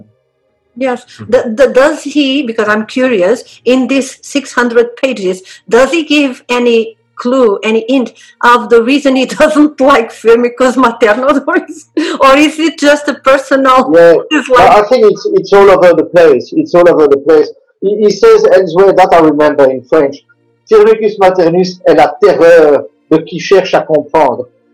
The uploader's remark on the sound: This episode was meant to be part of the launch of the podcast, but it had some sound problems. However, because we did not want to lose such an interesting conversation we decided to enhance the sound and subtitles as much as possible and share it.